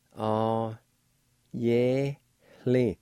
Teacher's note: At the very end of the first part, there's a faint H sound right before the L-I